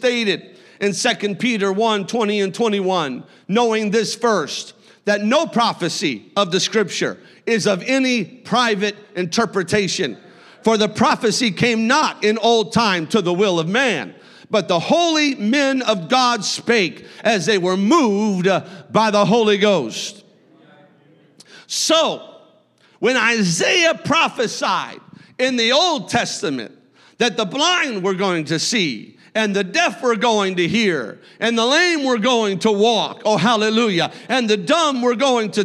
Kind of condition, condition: setting, large echoing room